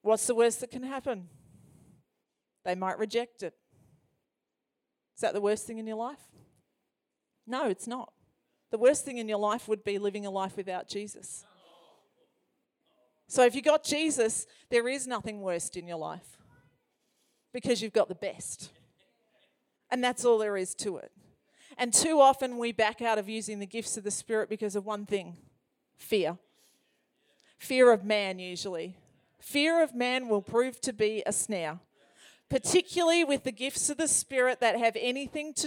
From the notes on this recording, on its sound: This message was recorded on 30/01/2021 during a Prophetic Activation event.